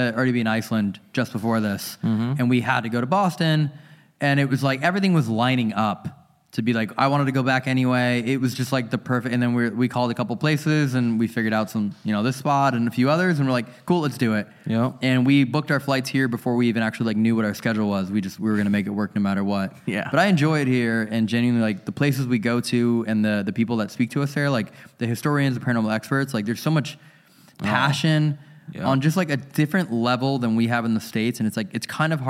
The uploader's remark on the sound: This episode was filmed in front of a live audience at the haunted Charlton House in London on October 22, 2022.